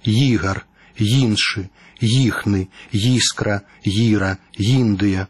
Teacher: У беларускай «Ї», мяккі старт «Ігар», «Іншы», «Їхны», «Іскра», «Іра», «Індыя». Так, перад галосным гукам «і», калі ён пад націскам, у нас развіваецца прыстаўны «й» альбо «йот»